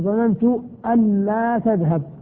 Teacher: طبعا سيكون إدغام بين أن ولا